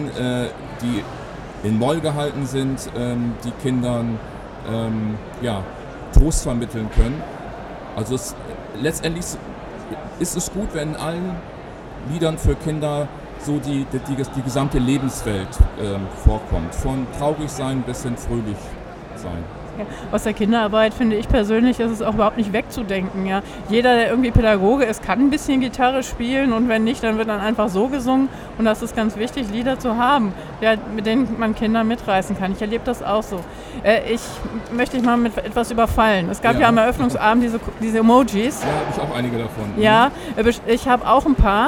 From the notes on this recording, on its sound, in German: live auf dem evangelischen Kirchentag 2017 in Berlin